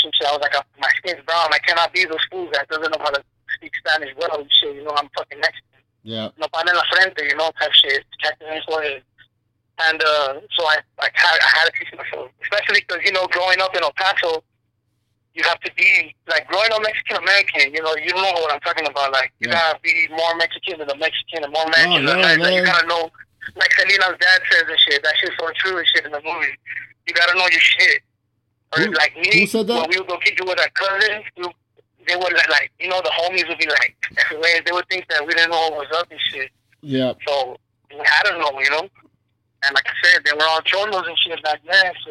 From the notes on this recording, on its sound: Joins me (via ghetto rig speaker phone).